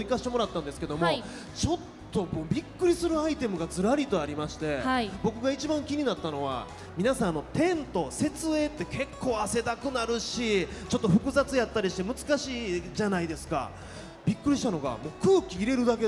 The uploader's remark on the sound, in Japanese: 公開収録 in ららぽーと門真・三井アウトレットパーク大阪門真。